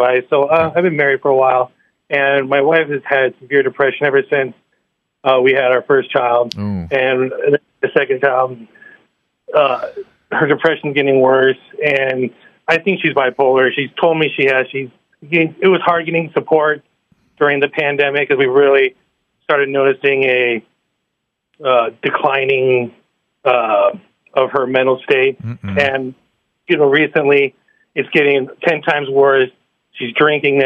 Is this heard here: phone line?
yes